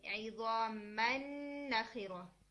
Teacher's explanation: नून साकिन अपना मखरज और अपनी तमाम क्वालिटीज छोड़ देता है · Term: इदगाम कामिल